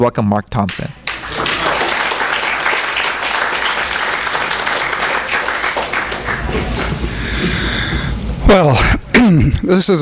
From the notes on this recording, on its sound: THIS EVENT WAS RECORDED LIVE AT SKYLIGHT BOOKS AUGUST 13, 2011.